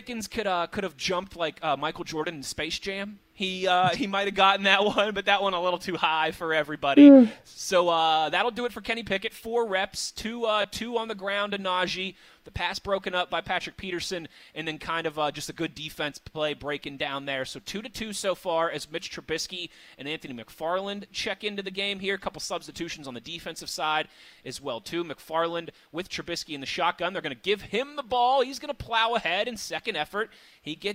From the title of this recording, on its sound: The Blitz Live from Steelers Camp Day 5